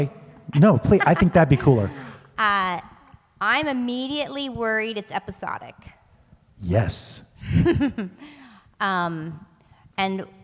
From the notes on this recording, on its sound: LIVE From The Austin Film Festival. David's Episcopal Church at the 2021 Austin Film Festival for our very first live, in-person show.